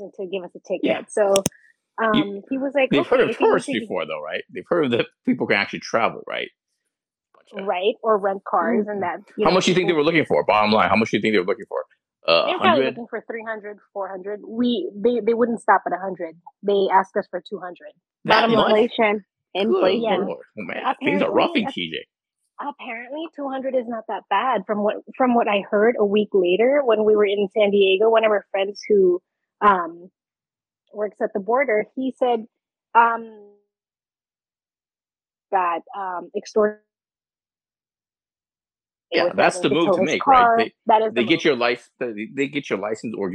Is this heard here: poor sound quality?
yes